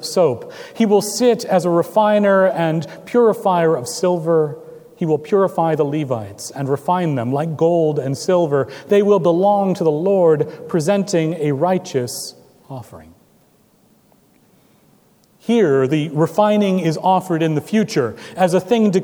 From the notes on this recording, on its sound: at Trinity Presbyterian Church in Bixby, Okla.